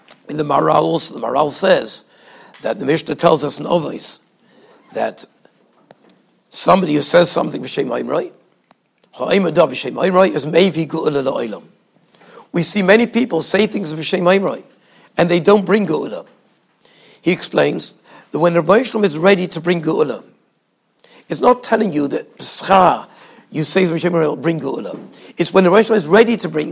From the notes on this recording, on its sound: Shiur recorded in Yeshivas Ohr Reuven, Monsey, NY.